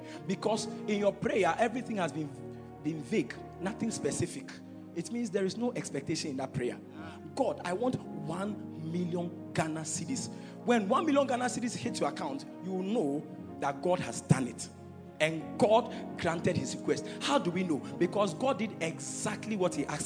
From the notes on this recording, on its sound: Preached at Royalhouse Chapel - Ahenfie